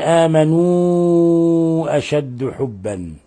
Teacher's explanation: هنا الحكم التجويدي مد منفصل لأن حرف المد في كلمة والهمز في الكلمة الأخرى، فيمد من 4 إلى 5 حركات